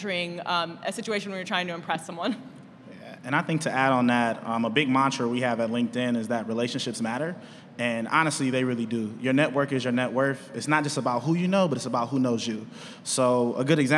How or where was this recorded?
live audience